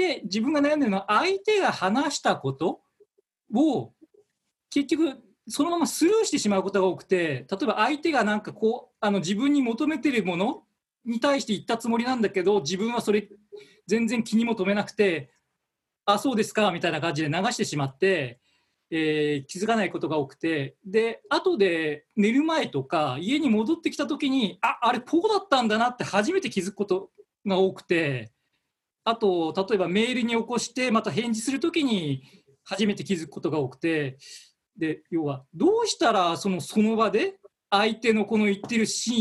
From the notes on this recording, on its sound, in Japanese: 今回は、なんと初のZOOM収録を4月21日に行いました。